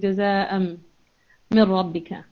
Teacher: تو یہاں پر یہ ہے کہ جب بھی آپ کو پتا ہوتا ہے کہ یہاں پہ جب ہم اس ادغام کرتے ہیں، ادغام میم ساکن کرتے ہیں، تو یہاں پر وہی رول اپلائی ہوگا کہ ایک تو غنہ کی آواز ہوگی اس میں، دوسرا 2 سیکنڈ ہوگا